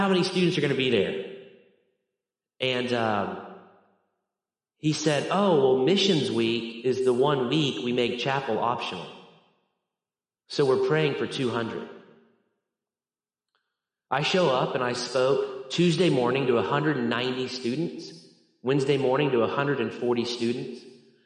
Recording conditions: large echoing room